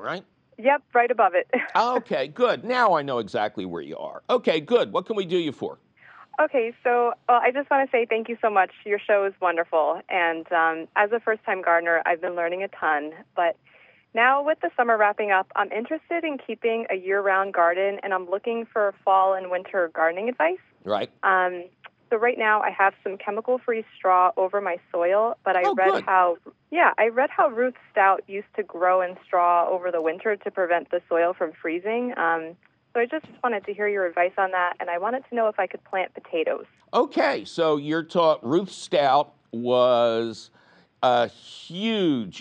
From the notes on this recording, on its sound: your centennial phone calls!